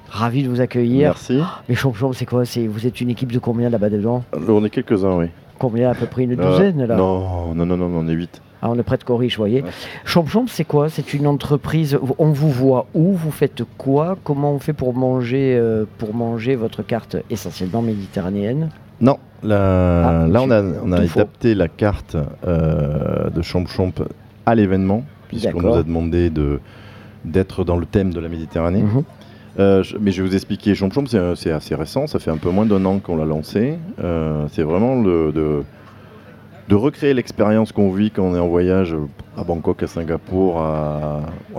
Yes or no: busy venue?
yes